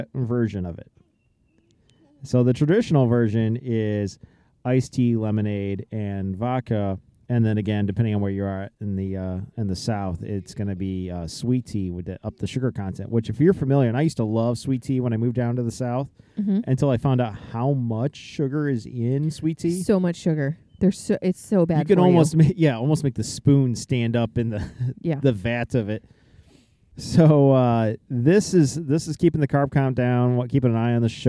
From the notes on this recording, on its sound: Take the show on the road, so to speak, opting to record around the family fire pit. If recording outdoors in close proximity to open flames didn't up the degree of difficulty enough, add to the mix their four kids busily making s'mores.